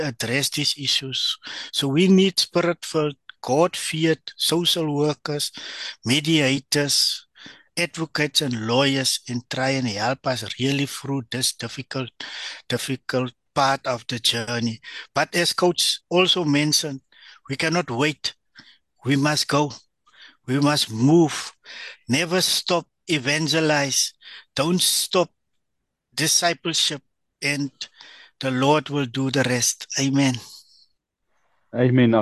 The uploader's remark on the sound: The Transformation Table Zoom Meeting